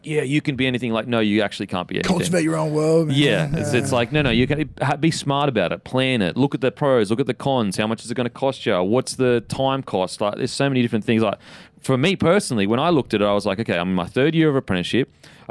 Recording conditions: busy venue